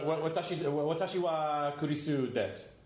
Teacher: it's D-E-S-U, but you don't pronounce the U